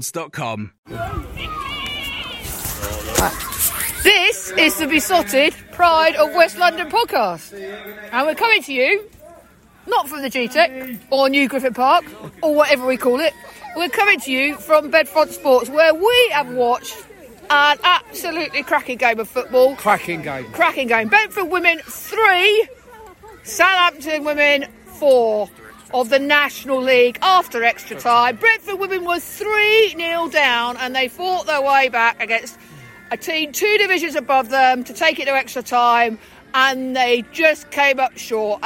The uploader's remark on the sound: post-match podcast from the stands